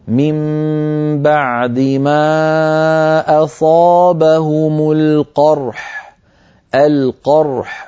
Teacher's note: فنعطي الراء حقها من البينية والحاء حقها من الرخاوة والهمس